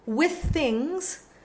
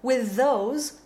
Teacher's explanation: so with things would be unvoiced, but with those would be voiced.